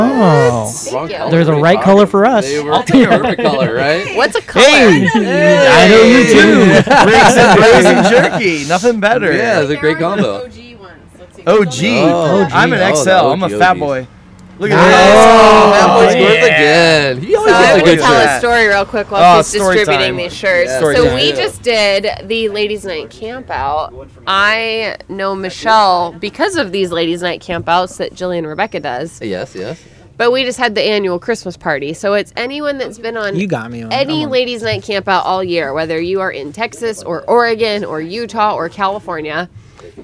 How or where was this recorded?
outdoors